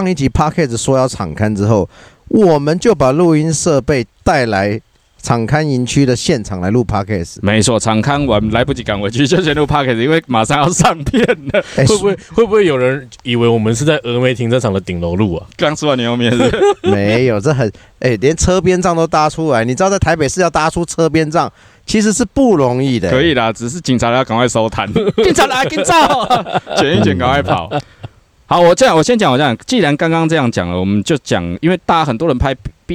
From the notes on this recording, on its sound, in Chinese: 戶外開講。我們全面升級了錄音配備。